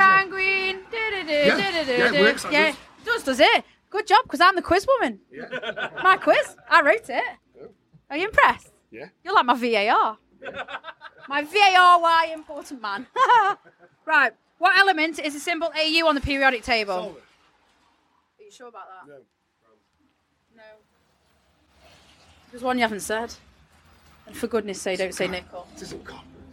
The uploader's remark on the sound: I travelled all the way to The Victoria Bikers Pub for Sav Fest. After a logistic nightmare we had to take refuge in the doorway of the venue which was the quietest place I could find to interview especially as it was torrential rain outside!